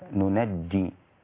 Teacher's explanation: قرأ شعبة بفتح النون الثانية وتشديد الجيم فتصير ننجي هكذا بالتشديد